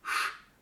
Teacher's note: Und im Deutschen ist es gutturaler. Wir machen ein Sch. Das findet weiter hinten im Mund statt. Und es hilft uns sehr zu öffnen. · IPA: ʃ